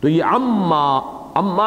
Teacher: عم یتسالون، یہ عم ایک لفظ بن گیا ہے، اصل میں اس میں دو الفاظ شامل ہیں، عن حرف جار ہے، ما حرف استفہام ہے، تو عن ما، لیکن یہ کہ ان کو جمع کیا گیا، نون اور میم چونکہ قریب المخرج ہیں، اس کو ادغام کہتے ہیں، دو الفاظ مدغم ہو جاتے ہیں ایک دوسرے میں